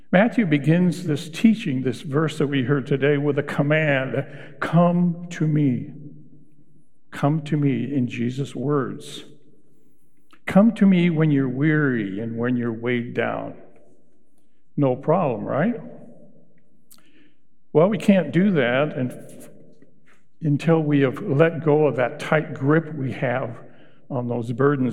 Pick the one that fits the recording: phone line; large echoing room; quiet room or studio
large echoing room